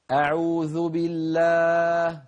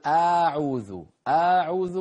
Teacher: لما تقول أعوذ لا تمط الفتحة · Shown in: first take